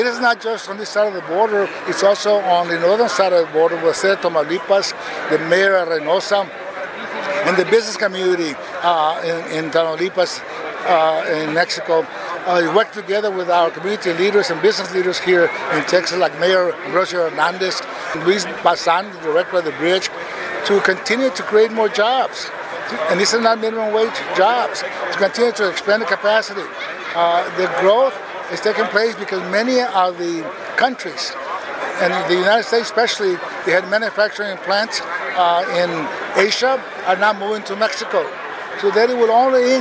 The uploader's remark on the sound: At the 2023 Start of the Produce Season event. In an interview with a reporter at the Pharr Bridge Board’s 2023 Start of the Produce Season celebrations.